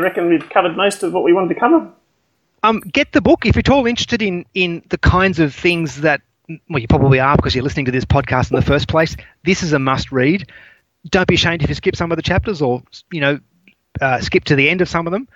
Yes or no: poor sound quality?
yes